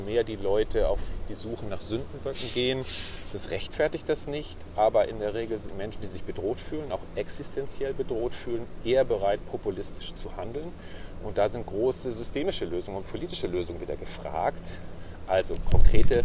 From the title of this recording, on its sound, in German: Auf einen Spaziergang